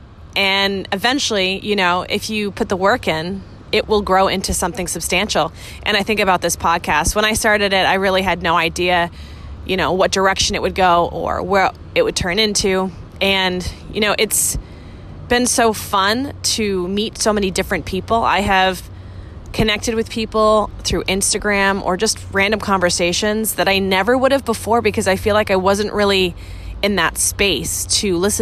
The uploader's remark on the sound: I’ve been traveling all week and away from my podcast studio so this weeks’ solo episode is random thoughts I recorded from a park in Boston.